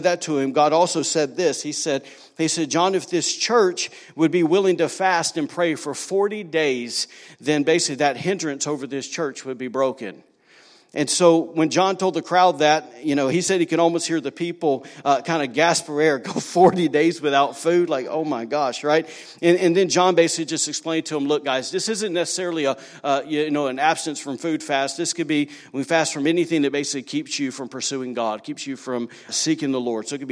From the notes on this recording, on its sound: was recorded on Sunday, March 24, 2019, during service at The Anchor Church in Rockport, ME.